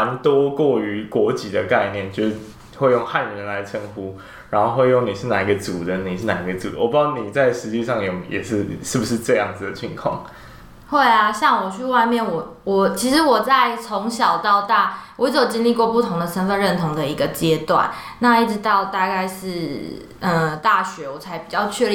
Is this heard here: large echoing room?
no